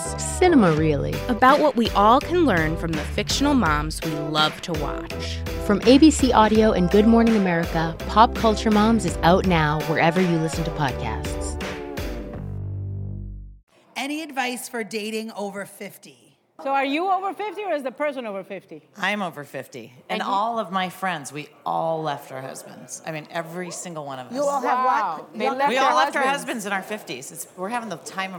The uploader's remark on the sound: The Co-Hosts Answer Studio Audience Questions!